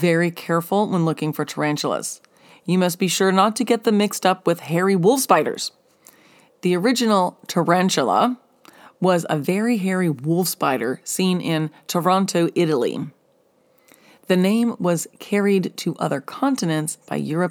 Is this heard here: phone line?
no